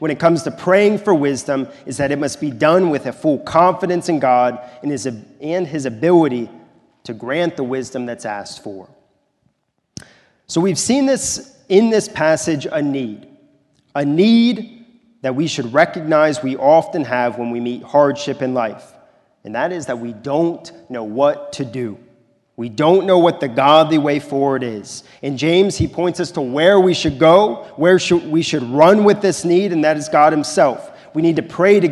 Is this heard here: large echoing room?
yes